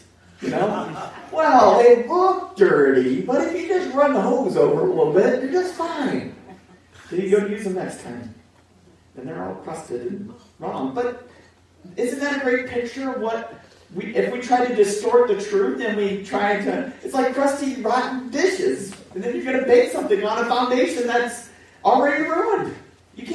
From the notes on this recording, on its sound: Pour Audio